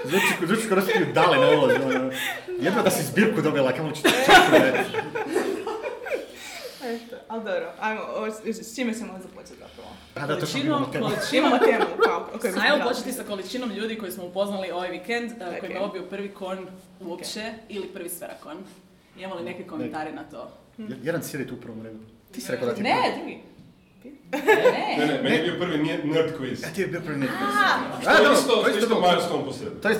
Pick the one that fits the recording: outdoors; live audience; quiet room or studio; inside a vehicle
live audience